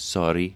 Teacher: Medial and consonant cluster r, so you get sorry, it's just a tap r